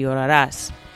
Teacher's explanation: it's very important to have that stress on the last syllable